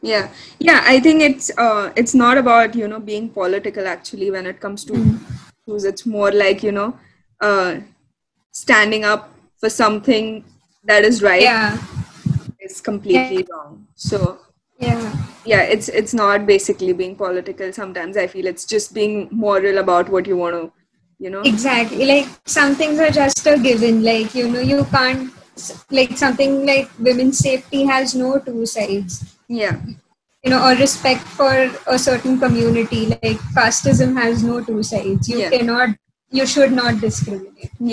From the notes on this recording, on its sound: due to our poor-quality audio